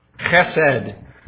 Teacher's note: It's like you're clearing your throat when you say an H. Chesed. It's like the CH with that guttural thing.